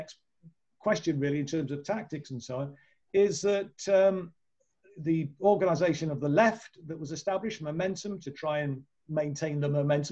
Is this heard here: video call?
yes